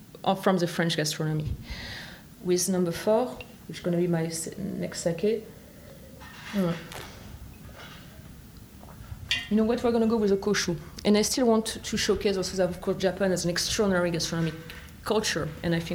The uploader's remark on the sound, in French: L’enregistrement se passe justement au restaurant du Crillon